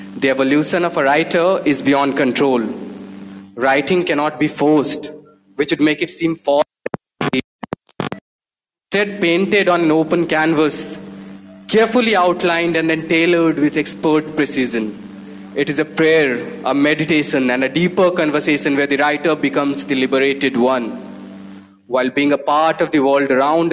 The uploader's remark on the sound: at Jaipur Literature Festival